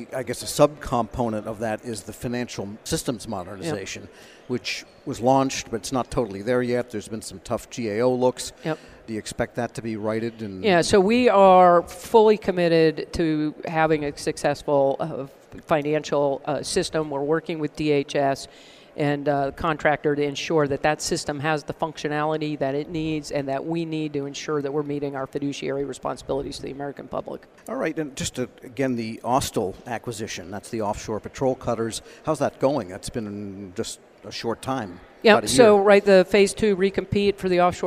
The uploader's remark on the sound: At this week's Sea Air Space Conference